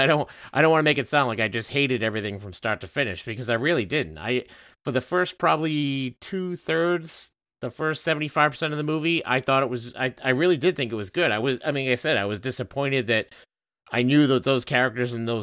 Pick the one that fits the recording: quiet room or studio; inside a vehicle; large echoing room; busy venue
quiet room or studio